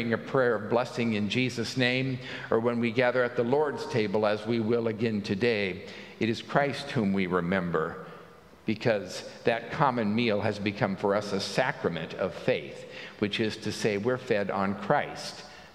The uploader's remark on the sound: At Pender UMC Traditional Worship on Sunday, September 3, 2023 at 9:00 am